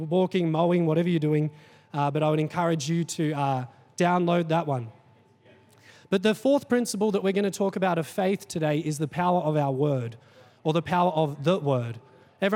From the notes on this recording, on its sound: Recorded during our 5pm service on Sunday, the 26th of March 2023